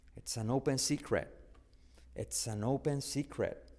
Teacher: Esa R que genera una U, secret. Y la T final casi no se pronuncia.